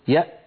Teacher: فإن الوترين الصوتيين يلتحمان ويلتصقان وينقفل المخرج تماما